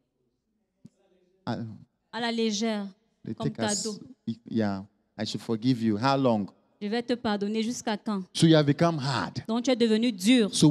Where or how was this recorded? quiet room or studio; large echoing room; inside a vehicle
large echoing room